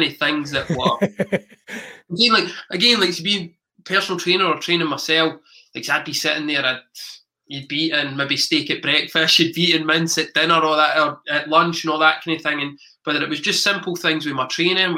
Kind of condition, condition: link, video call